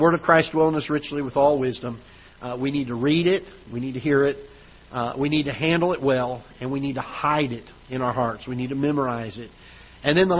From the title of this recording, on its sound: Ketha Heights Baptist Church ~ Live Broadcast